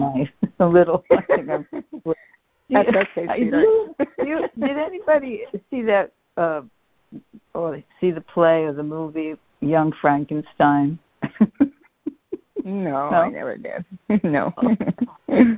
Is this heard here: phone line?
yes